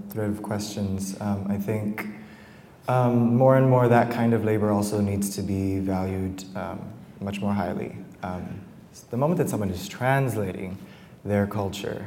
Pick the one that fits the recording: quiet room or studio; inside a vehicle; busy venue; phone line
busy venue